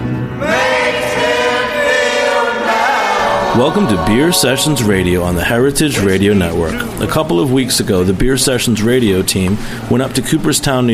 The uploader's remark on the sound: Beer Sessions Radio at Brewery Ommegang’s Belgium Comes to Cooperstown beer festival